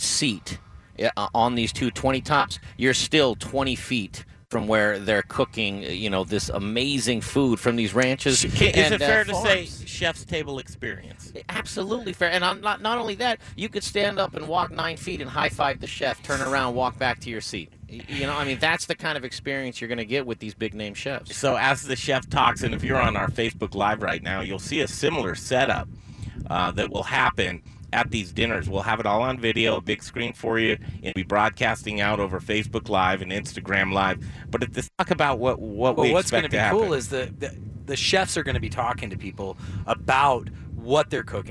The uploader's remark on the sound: TME Road Trip 2018 wraps up with a live broadcast from the Trainor Ranch in Sugar City Colorado!